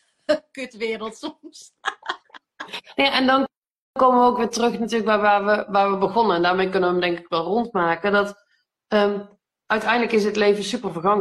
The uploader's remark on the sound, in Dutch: die gemaakt is van een live gesprek op Instagram